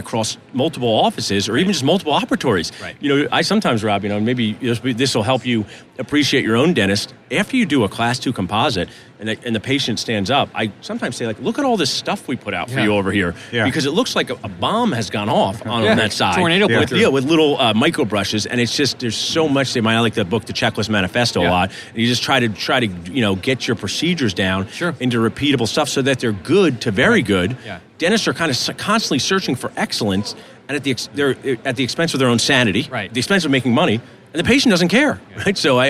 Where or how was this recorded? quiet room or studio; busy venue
busy venue